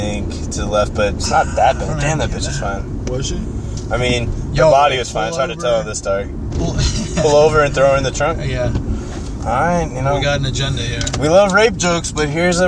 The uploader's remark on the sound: Record a series of Pshort Pshows while driving all over the city.